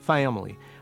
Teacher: you are hearing a more nasal quality to the A in family · Term: Appalachian drawl